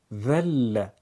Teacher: ببینید حرف ذل که تو جلسات قبلی گفتیم نازک و کم حجم ادا میشه، دهان حالت افقی داره